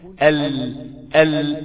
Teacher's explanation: فعندما يصل الهواء الى هذه المنطقه اصول الثنايا العليا والربعات والانياب، فعندما يصل الى هذه المنطقه يجد الهواء مخرجا منقفلا فيخرج عن اليمين وعن اليسار، وهذا يسمى بصفة الانحراف في حرف اللام